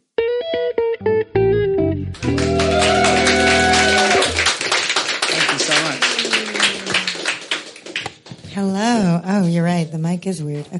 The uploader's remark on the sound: Live at the Edinburgh Fringe